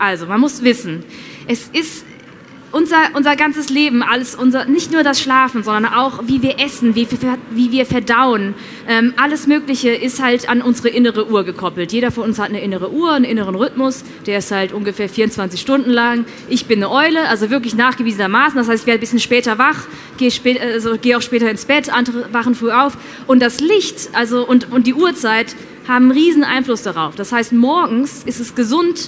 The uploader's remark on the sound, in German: Diese Folge habe ich ausnahmsweise nicht unter vier Augen aufgezeichnet, sondern live vor Publikum auf der Tincon in Berlin. Das ist ein Festival für digitale Jugendkultur und quasi die kleine Schwester der Digitalkonferenz re:publica.